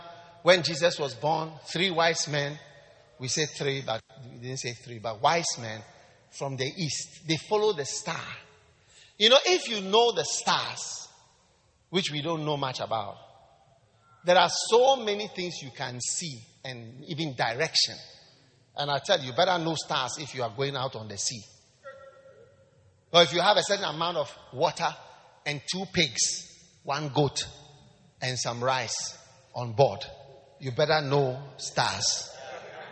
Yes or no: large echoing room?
yes